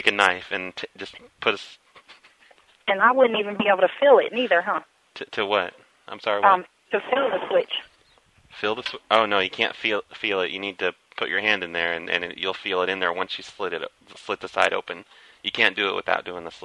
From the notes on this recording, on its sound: …'s Personal Prank Phone Calls Collection.